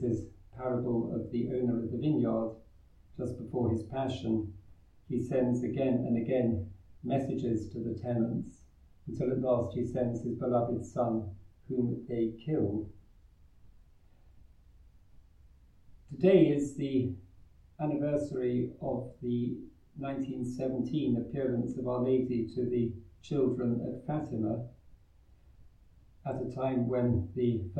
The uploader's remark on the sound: Recorded live at Southgate House